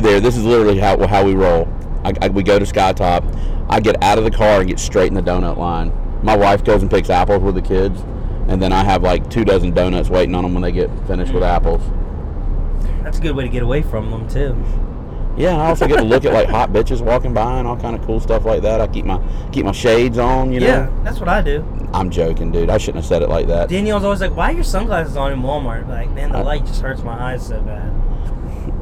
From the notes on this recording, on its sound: LIVE ON THE ROAD! We had a blast doing this episode from the car on the way to the Bristol night race!